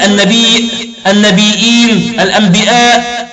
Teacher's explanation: النبي والنبيين والأنبياء والنبوة والنبيون جميعها يقرأها نافع بالهمز